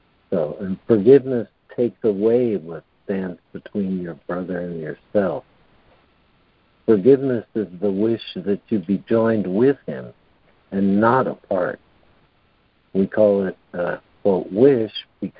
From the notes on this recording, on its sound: ACIM Daily Conference Call.